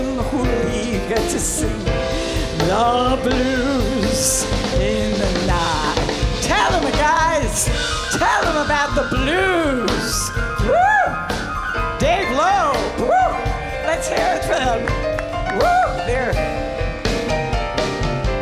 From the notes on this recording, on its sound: Live at the South Point Casino